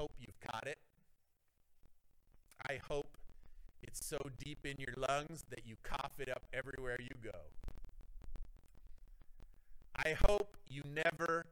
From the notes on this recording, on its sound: the audio is not spectacular this week